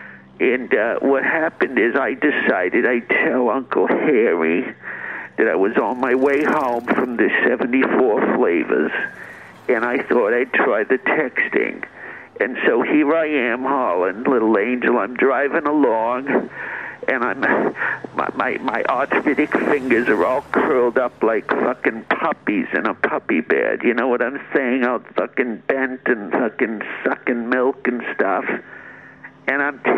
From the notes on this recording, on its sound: Does some live STAND UP about Aliens. Calls in and tries texting while she's driving.